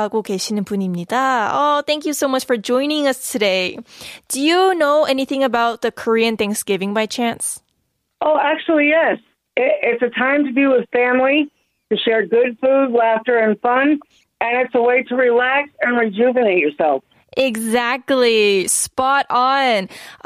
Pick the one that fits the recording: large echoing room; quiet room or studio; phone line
phone line